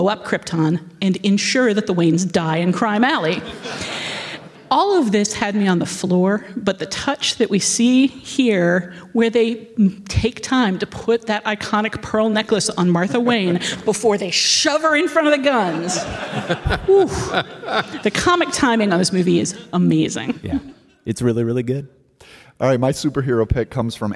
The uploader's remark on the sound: A full house at Chicago's Logan Center for the Arts. Live 2018 Wrap Party.